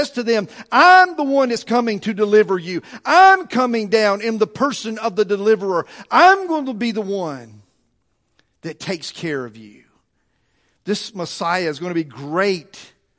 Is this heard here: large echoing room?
yes